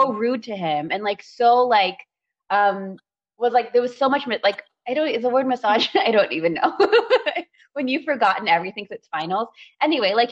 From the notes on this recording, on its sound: We would apologize for all technical glitches